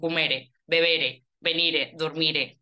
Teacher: tendríamos una pronunciación de los infinitivos con e paragógica, o sea, en vez de decir comer, dicen cumere, bebere, venire, dormire, tal.